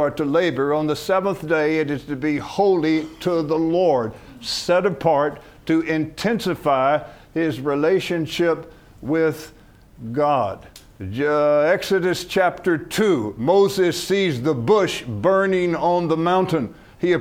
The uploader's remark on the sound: From the HeartCry Asia Conference 2023.